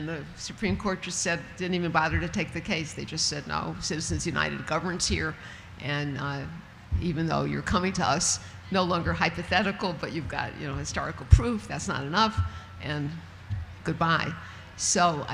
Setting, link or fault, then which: setting, live audience